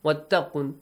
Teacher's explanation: Noon produces a nasal sound, right? Since it's Mushaddad.